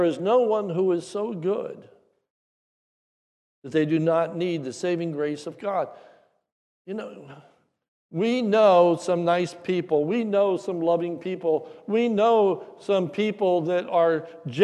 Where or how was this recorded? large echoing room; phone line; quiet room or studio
large echoing room